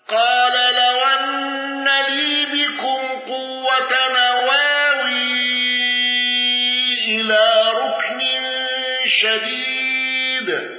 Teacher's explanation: الأصبهاني بقصر المنفصل والنقل